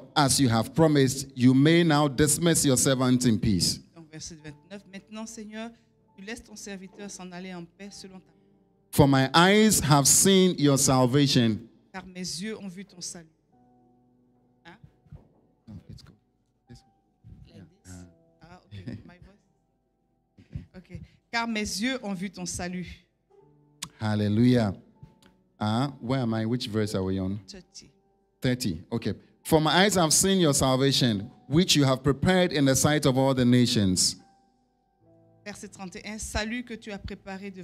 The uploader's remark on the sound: Preached during Joyful Hour Sunday Service